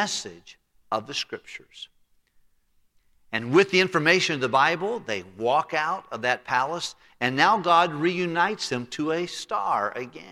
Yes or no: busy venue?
no